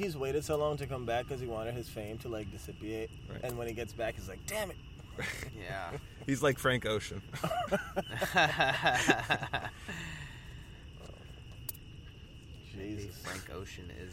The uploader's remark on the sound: recorded at the outdoor studio (the park)